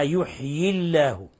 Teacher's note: الكسر يؤثر فيما بعده، فلهذا رقق لفظ الجلالة